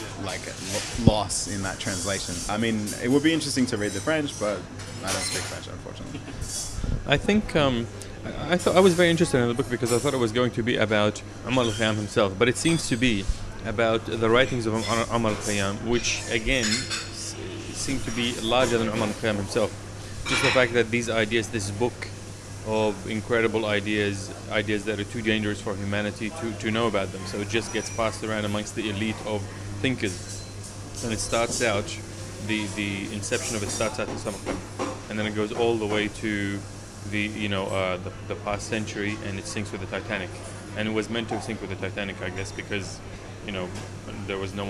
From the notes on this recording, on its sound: This show we go out in the field (and over the phone sometimes) to interview a few of the book clubs around Sydney.